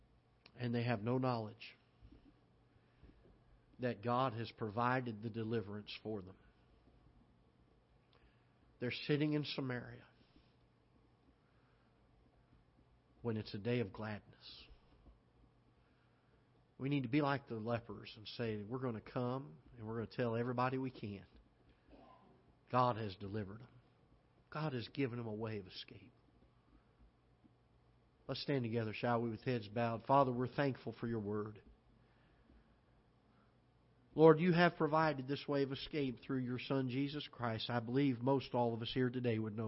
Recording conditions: large echoing room